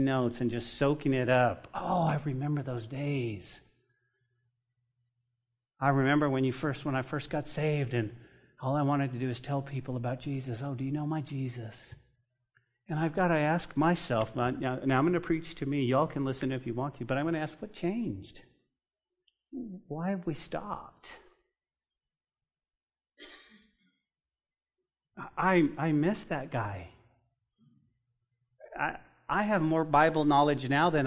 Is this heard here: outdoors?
no